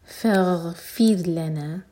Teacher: را ساکن باریک ہوگا، اس سے پہلے ہے کسرا